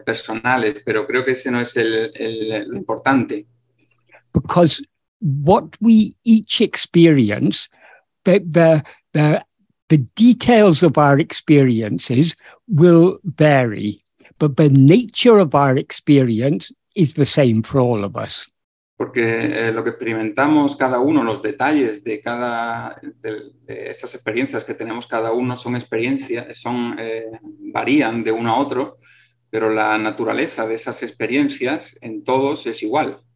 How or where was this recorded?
video call